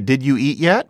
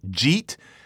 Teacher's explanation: we say, did you eat yet? But we can smash it into jeet. · Shown in: second take